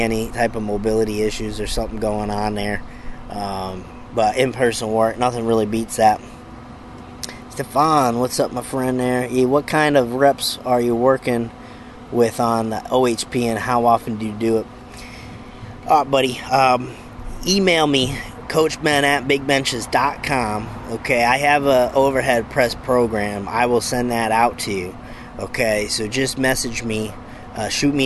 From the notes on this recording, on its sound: Bench Talk LIVE: Out by the BBQ Pit!